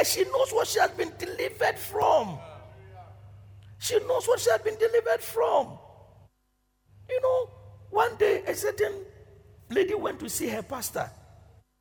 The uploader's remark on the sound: Preached at Loyalty House, Abbey, Dahwenya